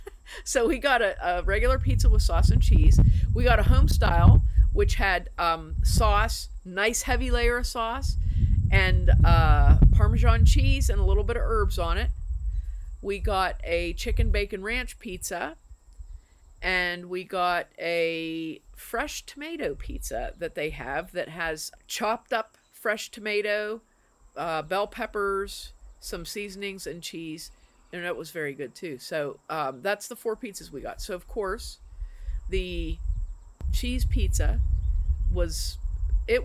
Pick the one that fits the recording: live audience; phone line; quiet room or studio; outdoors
outdoors